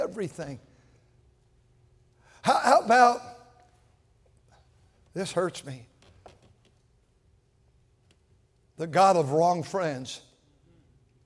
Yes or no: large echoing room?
yes